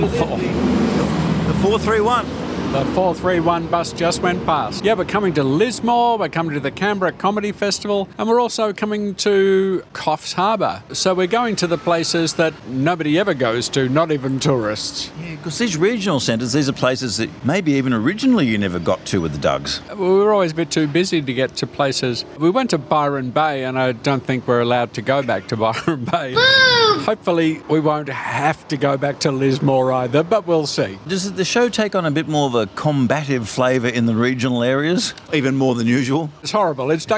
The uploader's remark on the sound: live hang out at Sydney Skeptics In The Pub